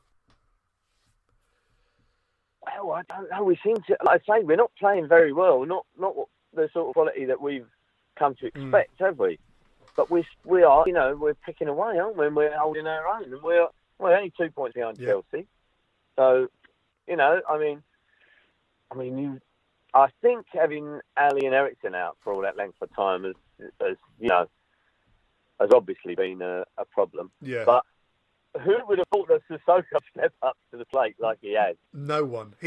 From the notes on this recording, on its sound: on the phone